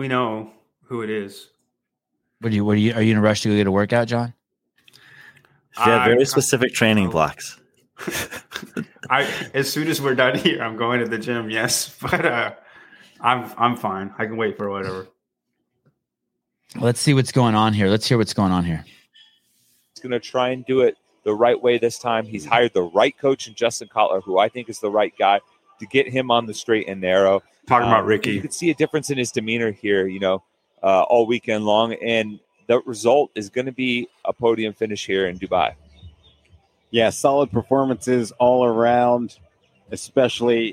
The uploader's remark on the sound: Dubai CrossFit Championship - Final Day Live Commentary